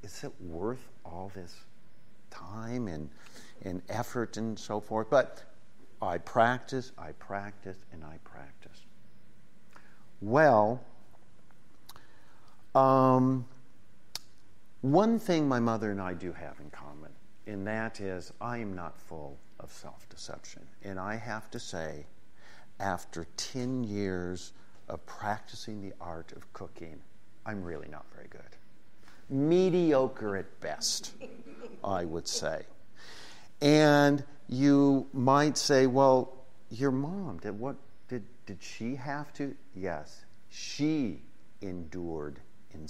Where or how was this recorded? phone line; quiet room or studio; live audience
live audience